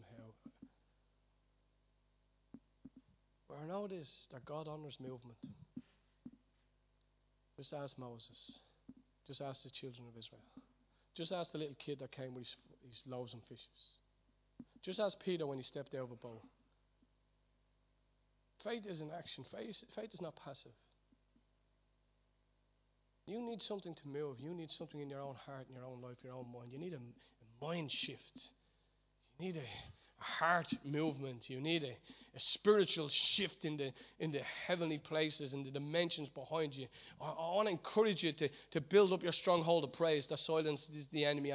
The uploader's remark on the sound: Recorded live at Liberty Church on 5th May 2019